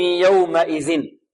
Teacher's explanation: مخرجه من منتهى طرف اللسان مع منتهى طرف الثنايا العليا كالثاء · Term: الذال